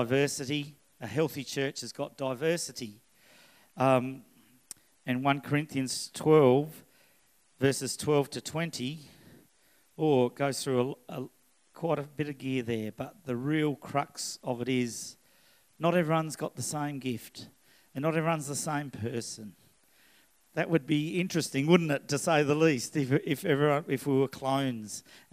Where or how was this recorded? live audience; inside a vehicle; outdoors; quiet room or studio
live audience